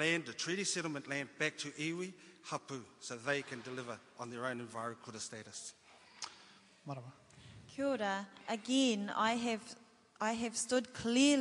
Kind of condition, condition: setting, live audience